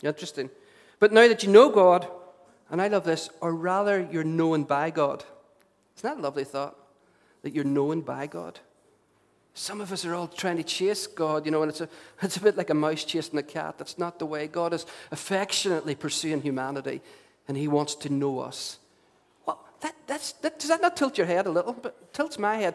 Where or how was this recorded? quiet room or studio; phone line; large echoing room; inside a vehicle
large echoing room